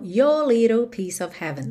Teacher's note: como eu não tenho uma palavra iniciando em vogal depois de your, fica mais fácil não enrolar o R.